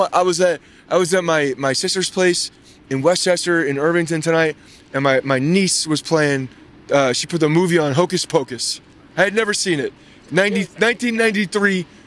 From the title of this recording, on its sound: Live From The Game